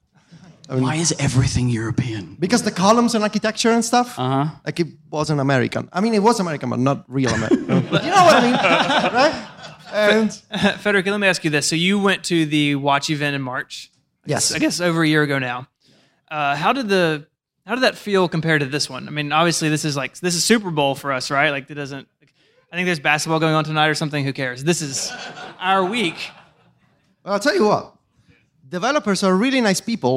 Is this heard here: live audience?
yes